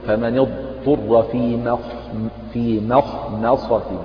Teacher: فتجعل الميم ايه مرققة والخاء والصاد اجعلهما مفخمتين